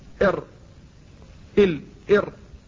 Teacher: ثم بعد ذلك صفة الانحراف، وهي السادسة من الصفات المنفردة، وهي وصف لحرفين هما اللام والراء، والمقصود بالانحراف ميل رأس اللسان عند النطق بهما في آخر المخرج، وليس المقصود ميل المخرج نفسه، فالمخرج هو هو، فتقول ال، تقول ار ال ار، فيميل رأس اللسان قليلا.